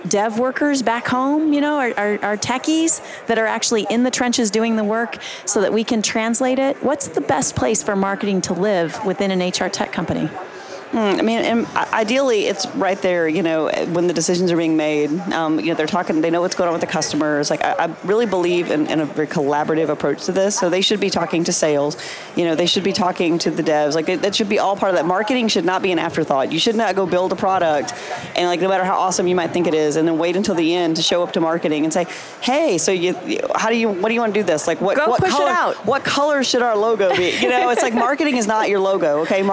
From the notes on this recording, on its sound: LIVE from Las Vegas, at #HRTechConf